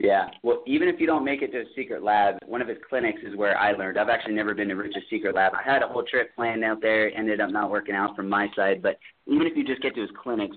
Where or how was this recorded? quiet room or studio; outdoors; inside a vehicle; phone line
phone line